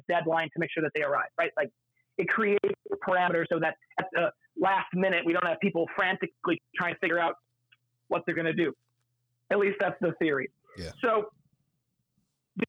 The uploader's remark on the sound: phone interview